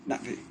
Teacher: You have a glottal stop followed by a consonant.